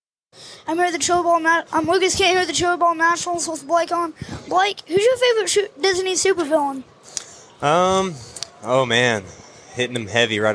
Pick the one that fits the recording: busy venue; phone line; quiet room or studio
busy venue